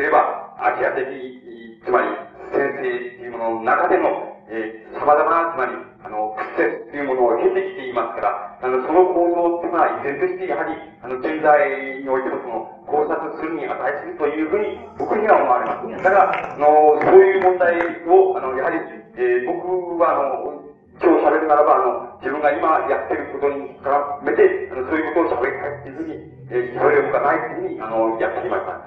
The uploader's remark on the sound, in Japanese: 音質：３。場所：明治学院大学100番教室。6.10反帝戦線・社学同政治集会〉 での講演。周辺のノイズや残響音が入っているが 比較的クリアに収録されている。